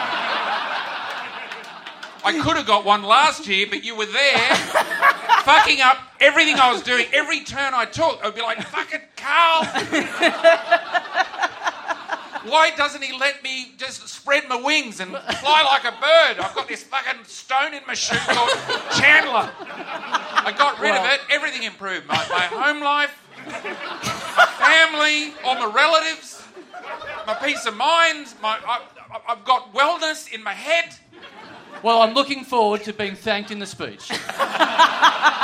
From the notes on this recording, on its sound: SYDNEY! Big live podcast and stand-up show.